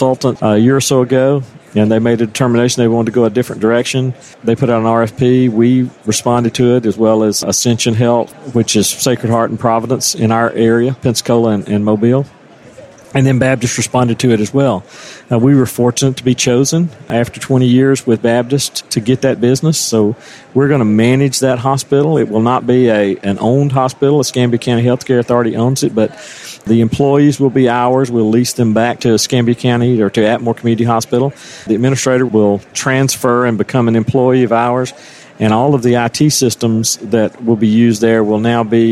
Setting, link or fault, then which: setting, busy venue